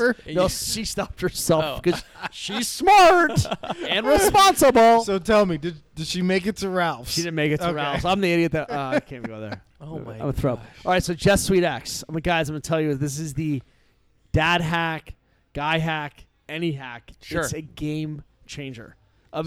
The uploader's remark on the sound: Live from 14 Cannons. Brewery. Losangeles.